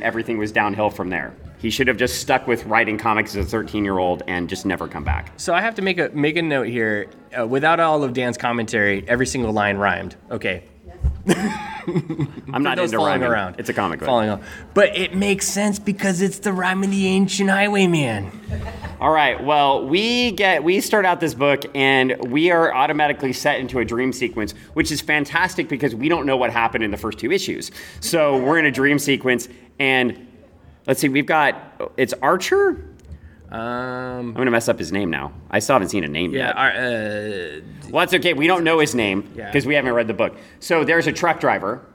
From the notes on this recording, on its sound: Live to tape from O Con Expo